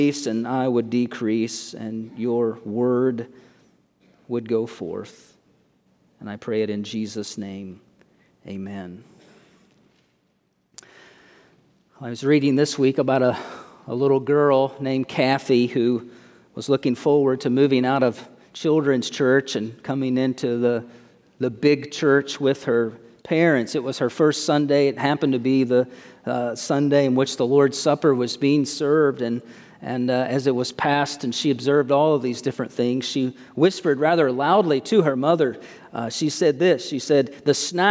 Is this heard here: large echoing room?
yes